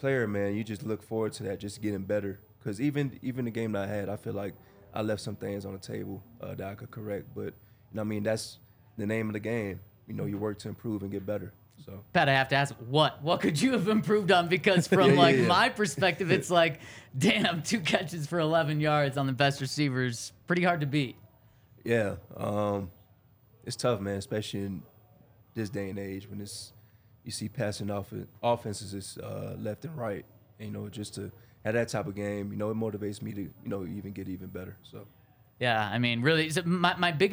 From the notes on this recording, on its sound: coming to you LIVE from the DNVR Bar